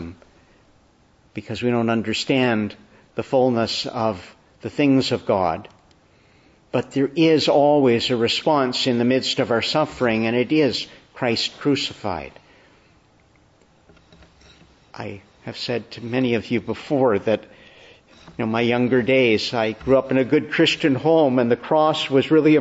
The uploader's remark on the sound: Evening Service. Preached on the Feast of Our Lady of Guadalupe at a Mass.